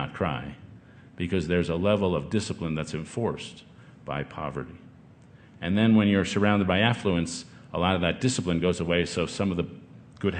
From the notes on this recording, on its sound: This talk, recorded last summer at the Aspen Ideas Festival